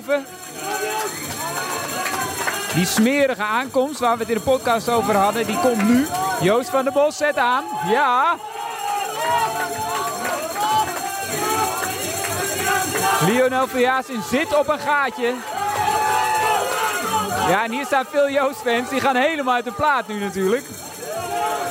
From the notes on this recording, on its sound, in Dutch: Tijdens de Fiets Race Series op Zwift. De finale van de Fiets Magazine Race Series werd dinsdag 28 januari in Ride Out Amsterdam gehouden. De achtste aflevering van de Fiets Podcast werd opgenomen bij de ontknoping tijdens het live event.